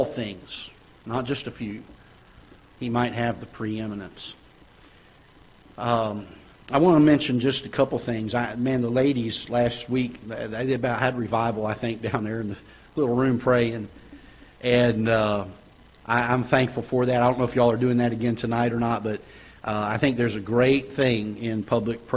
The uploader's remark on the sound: Ketha Heights Baptist Church ~ Live Broadcast